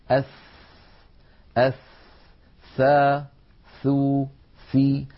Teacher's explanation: حرف يخرج من طرف اللسان ومن أطراف الثنايا العليا. هذه أطراف الثنايا العليا وهذا طرف اللسان، نضع الطرف على الطرف هكذا، فهذا مخرج الثاء. · هذه الثاء لو لاحظتم يتدفق معها هواء، فهي حرف مهموس لأنها من حروف سكت فحسه شخص، وهي حرف رخو يعني يجري معه الصوت، أس قابلة للمط.